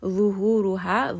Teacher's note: La is going to be heavy. Ra in this case is heavy.